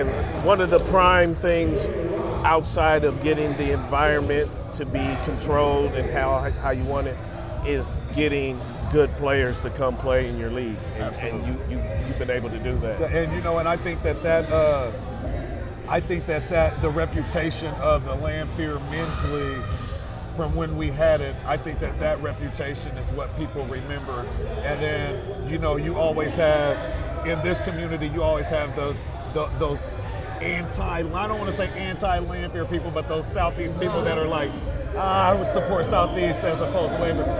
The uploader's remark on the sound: On This Episode Of The Podcast We Are On Location At Southeast High School For The Men’s Basketball League